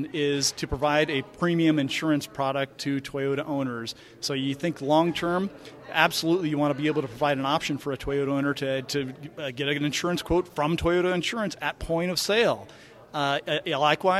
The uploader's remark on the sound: Live from ITC Vegas ’23